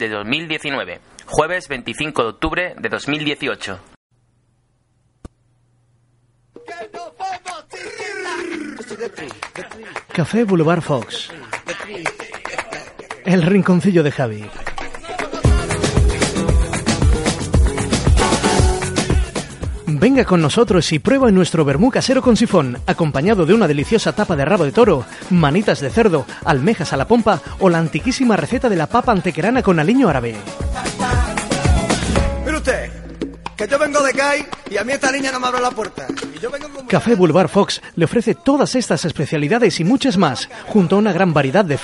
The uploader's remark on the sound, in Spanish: en el patio del Ayuntamiento de Antequera